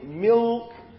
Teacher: the tongue sort of moves up slightly towards the velum.